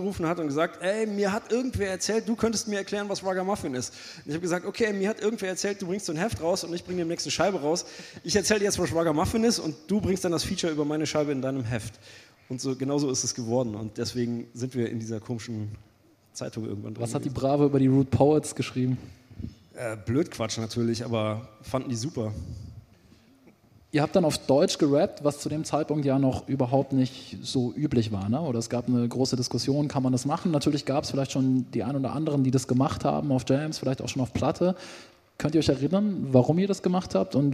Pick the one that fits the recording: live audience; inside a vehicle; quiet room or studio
live audience